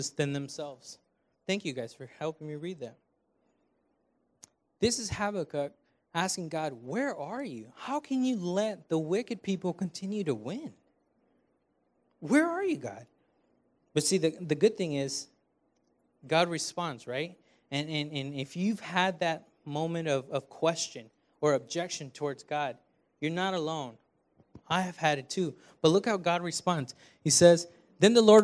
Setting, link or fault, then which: setting, large echoing room